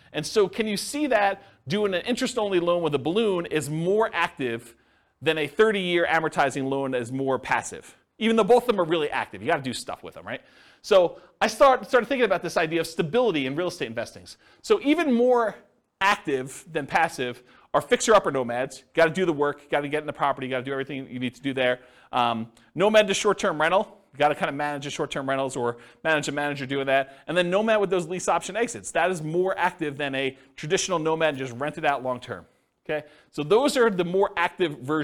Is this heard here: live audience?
yes